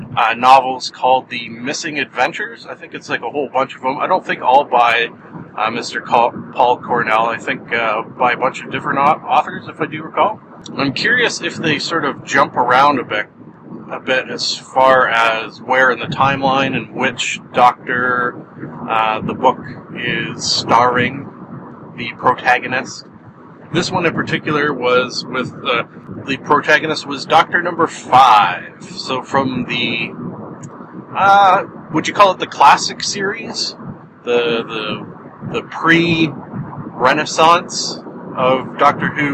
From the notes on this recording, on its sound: I drive to work and record a podcast.